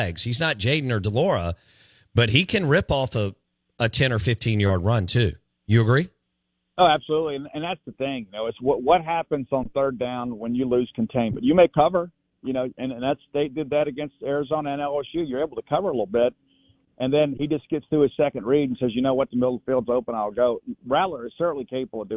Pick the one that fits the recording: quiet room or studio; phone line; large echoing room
phone line